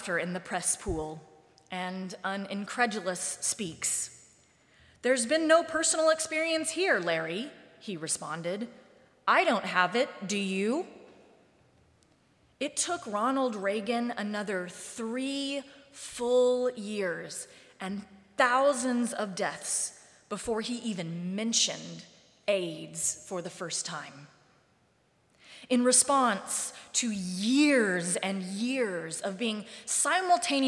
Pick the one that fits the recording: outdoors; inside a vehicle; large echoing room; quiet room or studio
large echoing room